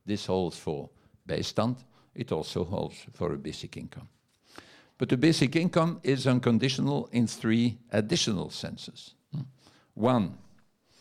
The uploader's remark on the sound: Lecture at WTM Forum I: Commoning Economy.